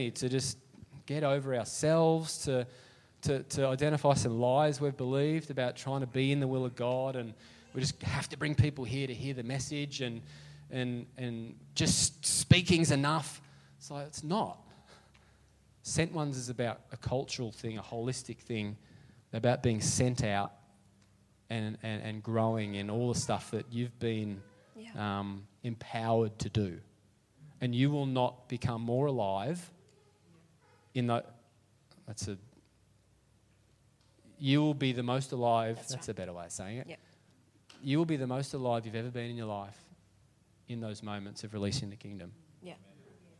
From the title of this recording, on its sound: LIVE at Echo Church